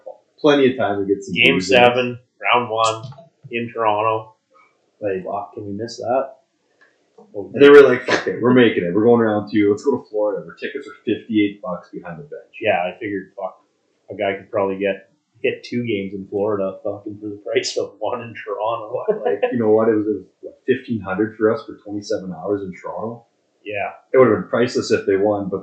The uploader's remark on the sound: The boys are trying some new mics in this episode so bear with us.